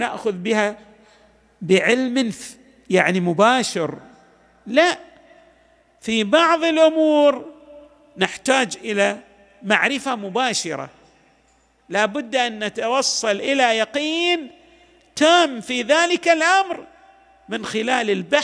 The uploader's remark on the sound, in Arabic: تسجيلات جامع الامام علي عليه السلام الأحساء المبرز